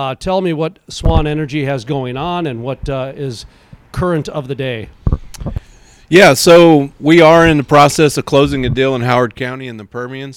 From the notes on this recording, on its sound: live on location at Cowboys and Indians restaurant in Houston, Texas